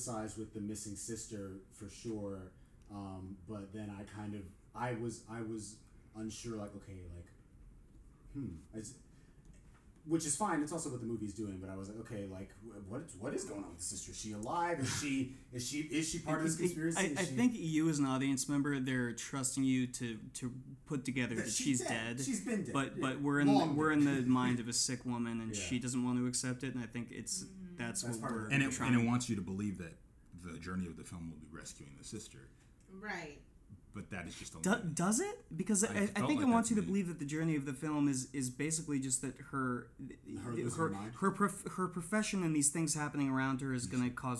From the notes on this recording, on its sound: Due to technical difficulties, this episode was recorded with just one mic.